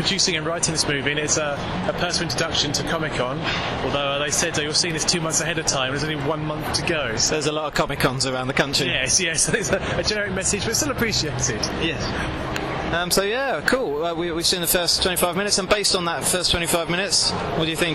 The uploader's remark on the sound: Record a podcast live from the convention floor at this October's MCM Comic-Con London. A little shorter and a lot noisier than usual.